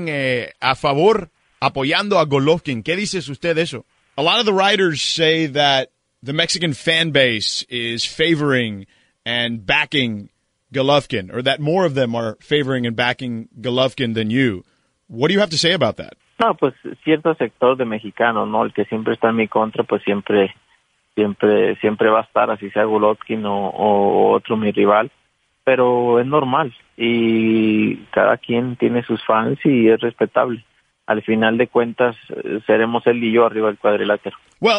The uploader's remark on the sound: called in to talk